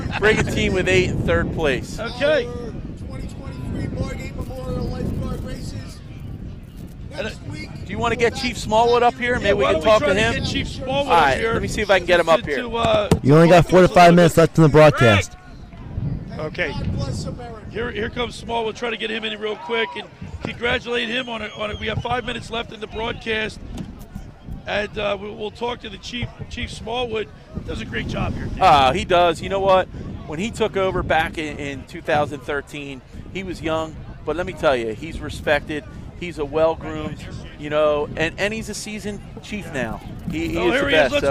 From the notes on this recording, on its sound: 97.3 ESPN's Live coverage of the 2023 Margate Memorial Lifeguard Championships from the beach in Margate.